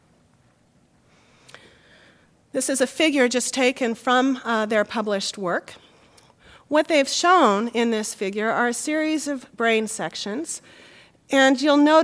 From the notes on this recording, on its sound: Recording of a lecture delivered on September 6, 2007